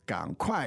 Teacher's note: Third tone, fourth tone.